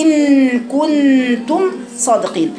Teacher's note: إن كنتم صادقين، يبقى ما تزوديش تأثرا بالهمزة، ما تزوديش ياء، ادخلي على النون المشددة مباشرة · Term: الغنة